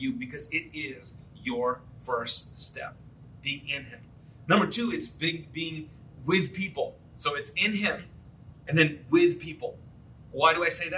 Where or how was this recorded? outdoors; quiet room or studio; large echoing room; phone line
large echoing room